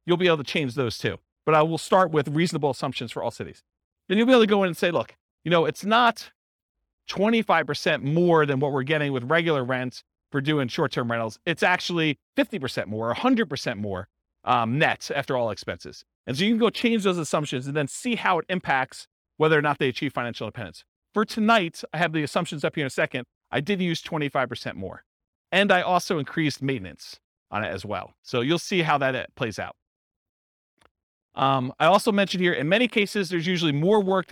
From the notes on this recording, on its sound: This was a live class recorded